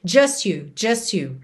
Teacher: Do S já vai direto pro you.